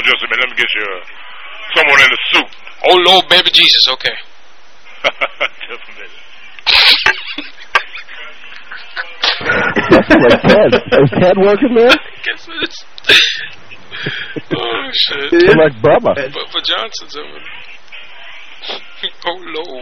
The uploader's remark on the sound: Prank Phone Calls.